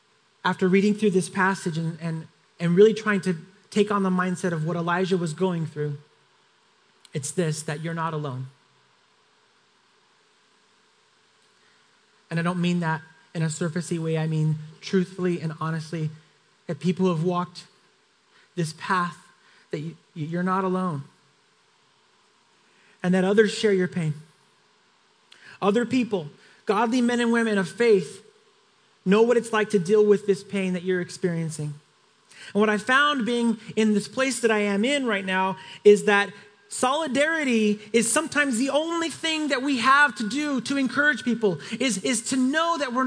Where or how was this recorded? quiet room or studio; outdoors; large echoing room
large echoing room